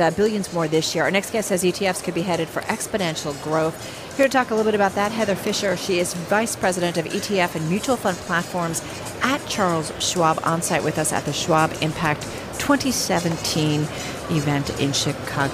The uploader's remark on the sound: Live from Schwab Impact 2017 in Chicago